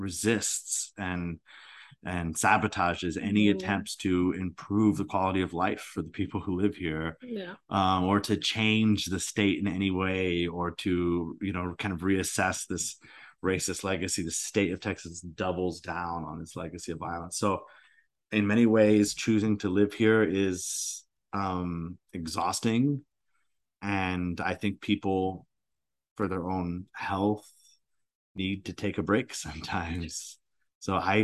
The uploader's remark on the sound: This podcast was recorded via Zoom.